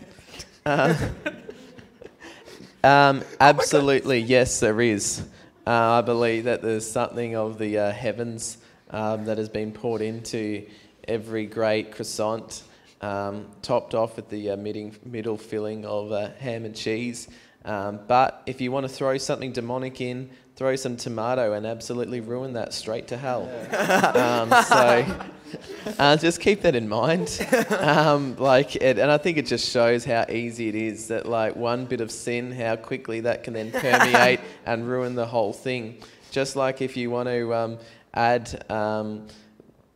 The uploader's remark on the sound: Questions from the audience at BRAVE CONFERENCE 2019. LIVE. QnA.